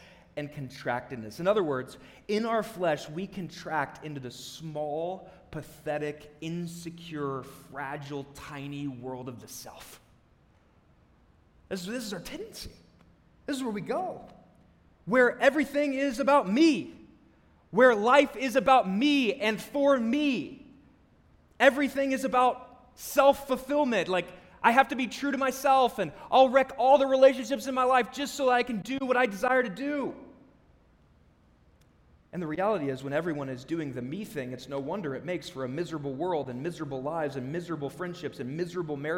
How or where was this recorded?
large echoing room